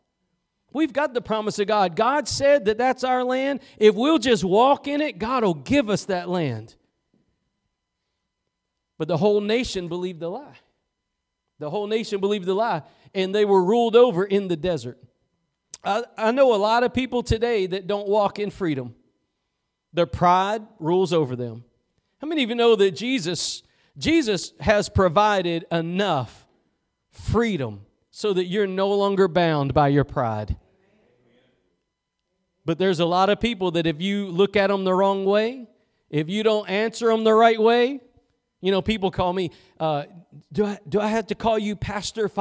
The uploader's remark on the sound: Preached at Gospel Lighthouse in Bossier City, La.